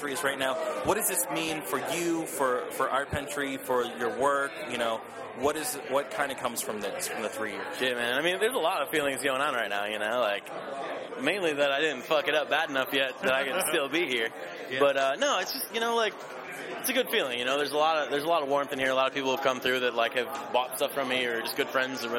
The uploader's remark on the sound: interview recorded at the gallery's three year anniversary at Pilsen's Second Friday art walk